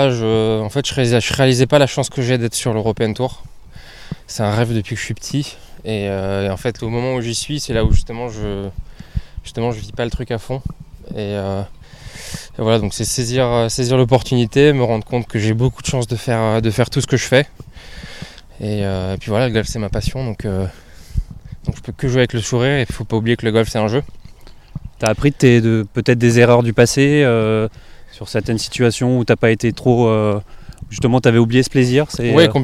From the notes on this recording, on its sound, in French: direction le Vaudreuil Golf Challenge pour une émission en direct du golf normand